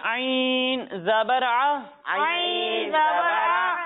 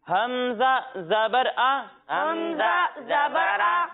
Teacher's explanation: جب ہم حمزہ کی ادائیگی کریں گے تو اسے ہم حلق کے نچلے حصے سے پڑھیں گے · Shown in: second take